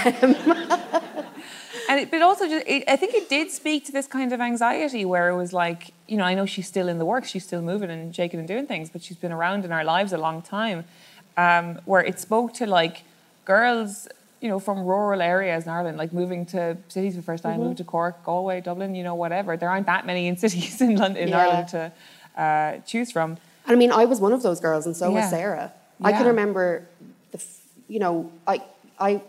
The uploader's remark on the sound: LIVE at Cúirt Festival Galway. Thank you to Cúirt Festival for recording this for us.